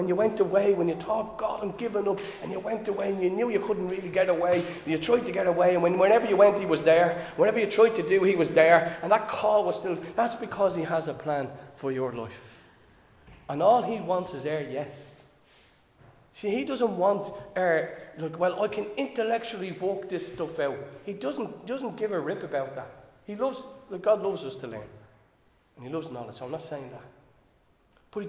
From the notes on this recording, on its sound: Recorded live in Liberty Church on 9 October 2022